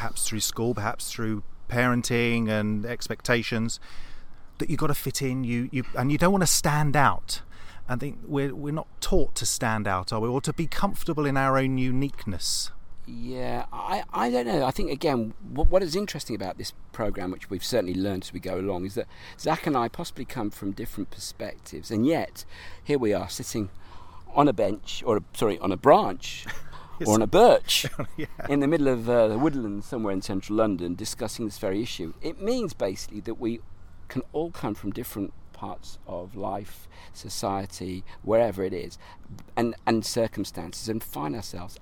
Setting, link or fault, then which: setting, outdoors